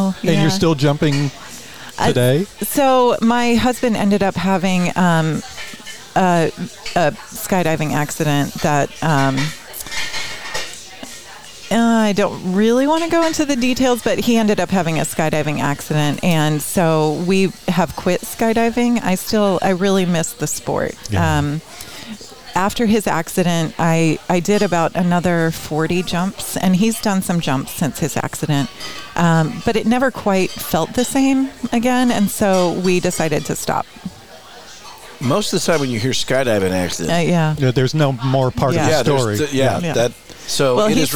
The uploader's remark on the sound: Recorded in the Center of the Coachella Valley universe, Skip Paige’s Little Bar.